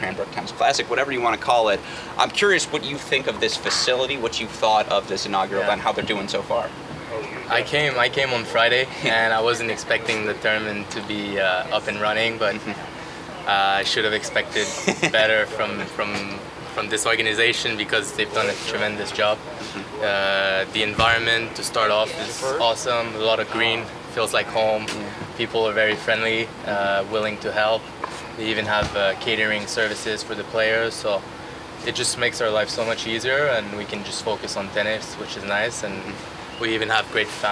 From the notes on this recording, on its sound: live from the Cranbrook Tennis Classic